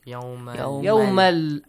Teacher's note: You should merge that tanween, the n sound with lam, and the n sound changes to the lam sound. · Term: Merging